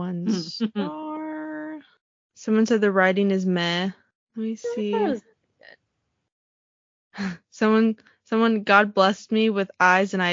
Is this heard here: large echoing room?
no